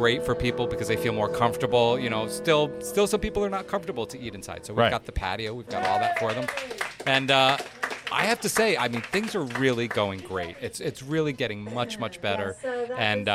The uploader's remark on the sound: Acoustic ROCK Happy Hour remote at Wall Street Tavern in Norwalk! Tune into this live podcast where we interviewed both owners on Wall Street Tavern's patio!